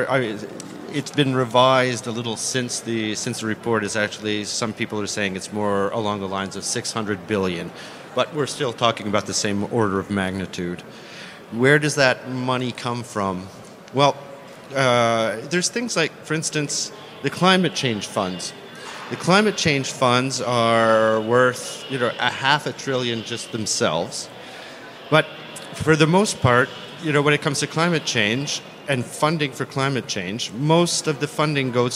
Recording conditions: busy venue